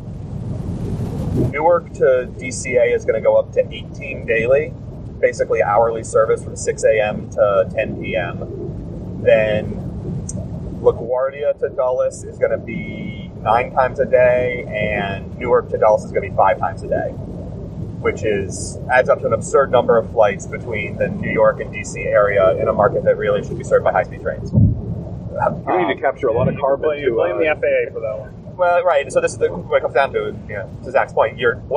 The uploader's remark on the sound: This week’s show was recorded on the drive back to the airport